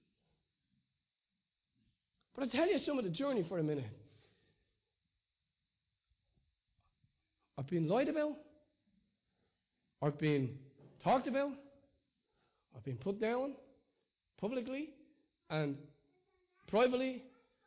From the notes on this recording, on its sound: Recorded live in Liberty Church in 2019